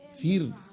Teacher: راء فرعون في كل القران مرققه الراء، ما اقولش فر لا، فير فرعون، بس ما طلعش هو مع الراء.